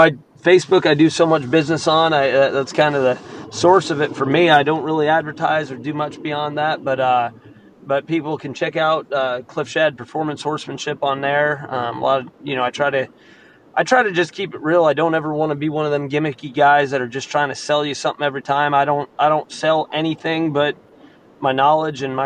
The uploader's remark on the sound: driving back from a rodeo, so the audio is a little wonky